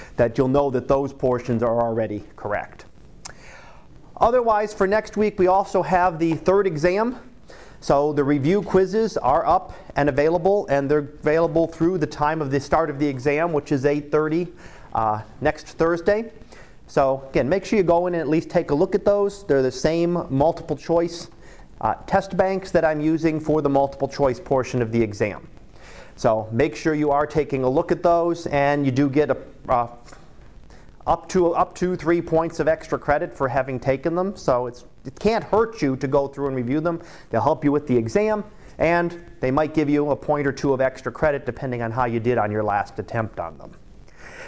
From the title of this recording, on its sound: Live Class Lecture